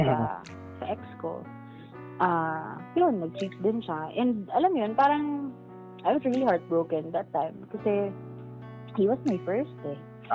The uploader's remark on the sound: PS: Apologies on our audio and pronunciation of some of my words.